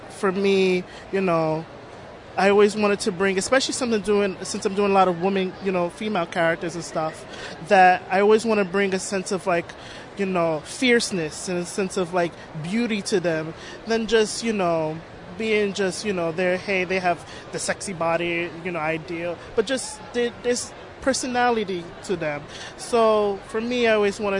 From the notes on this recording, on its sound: recorded at Toronto Comicon